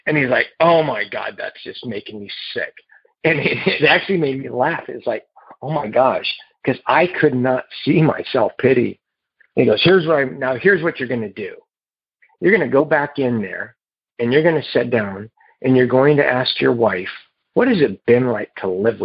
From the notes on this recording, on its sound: Noon Phone Speaker Meeting.